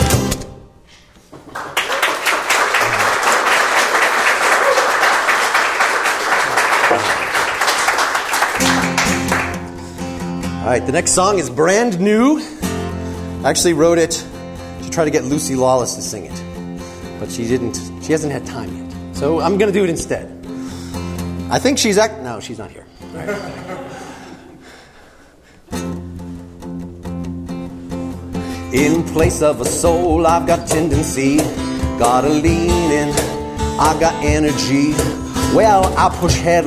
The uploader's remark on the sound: Plato’s Symposium Live Celebration! Our big live episode (also on video).